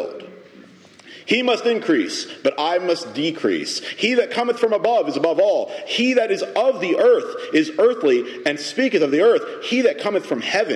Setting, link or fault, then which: setting, large echoing room